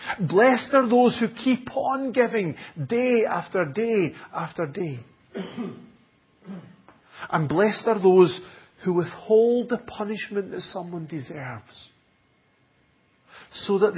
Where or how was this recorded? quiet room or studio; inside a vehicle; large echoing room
large echoing room